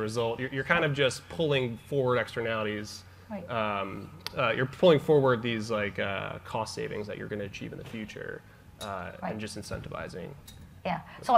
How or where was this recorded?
busy venue